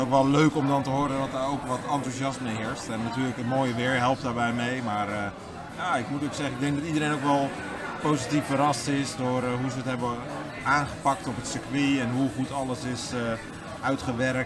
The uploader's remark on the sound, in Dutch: In de week van de Dutch GP komt Paddockpraat, de podcast van Formule 1 Magazine, live vanuit Zandvoort. In Strand 21, de thuisbasis van MP Motorsport.